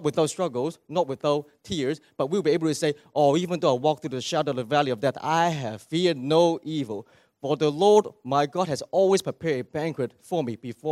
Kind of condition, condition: setting, large echoing room